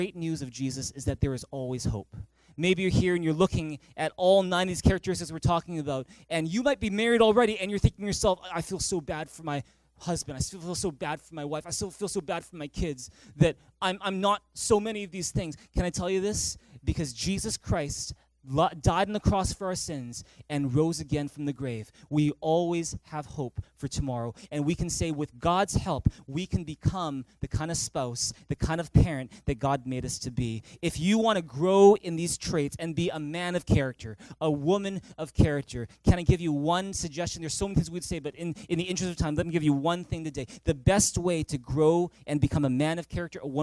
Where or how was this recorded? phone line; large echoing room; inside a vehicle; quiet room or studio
large echoing room